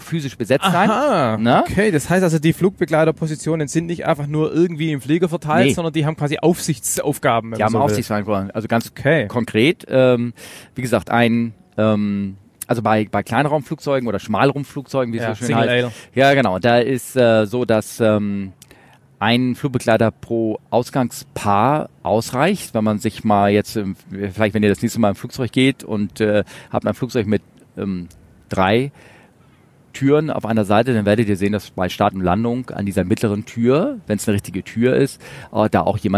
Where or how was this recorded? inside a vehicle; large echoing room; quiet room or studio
inside a vehicle